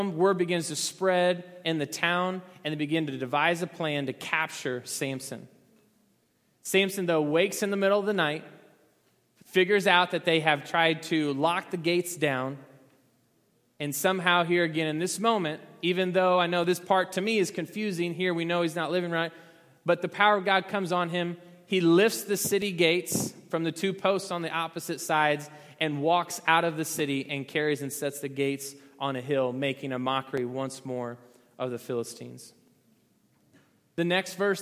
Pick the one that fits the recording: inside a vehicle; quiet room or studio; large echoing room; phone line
large echoing room